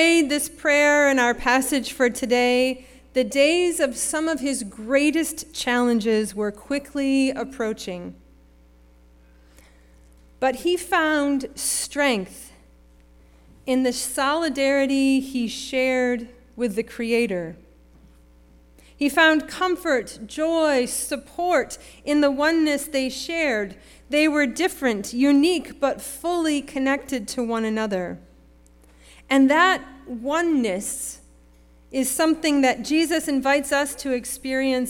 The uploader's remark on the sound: Sermon preached at RCHP on May 21, 2023.